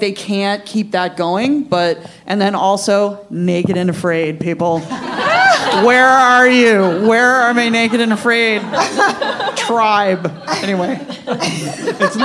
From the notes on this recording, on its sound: Live at Dynasty Typewriter in Los Angeles. Recorded Live at the Dynasty Typewriter Theater.